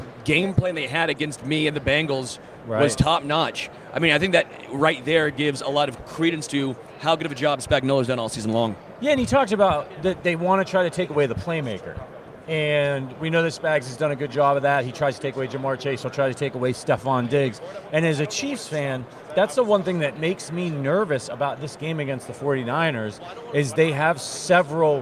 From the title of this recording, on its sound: Live from Super Bowl LVIII - Day 4